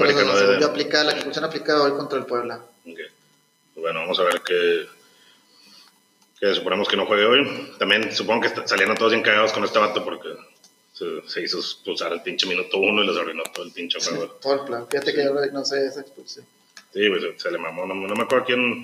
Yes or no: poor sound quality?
yes